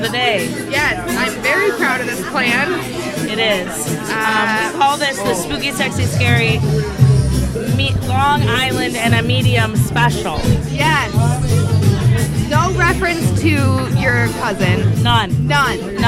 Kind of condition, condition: setting, busy venue